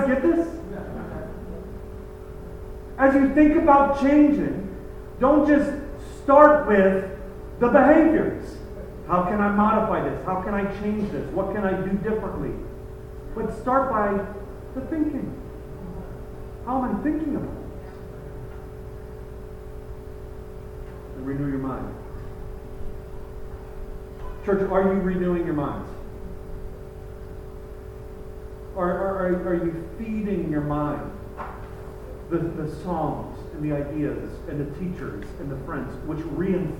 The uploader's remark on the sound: Apologies for the poor audio